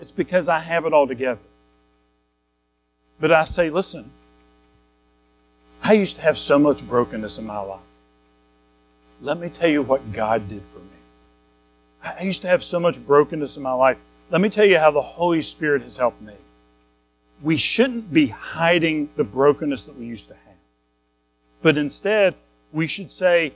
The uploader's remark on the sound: Recorded at Madison Baptist Church in Madison WV on February 12, 2023